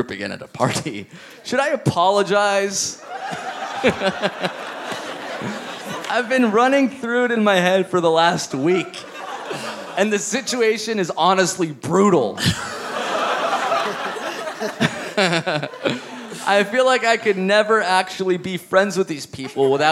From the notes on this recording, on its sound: Live at the Gramercy Theatre in NYC!